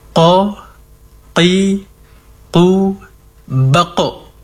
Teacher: Diperjelas hurufnya terutama pada sifat isti'la'nya. Pangkal lidah terangkat.